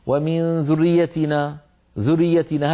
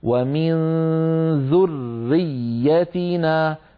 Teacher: فيكون النطق براءين وياءين، إلا أن كل من الراء والياء مشددة بمعنى يرتفع المخرج عن الحرفين ارتفاعة واحدة · Shown in: second take · Term: راء مشددة وياء مشددة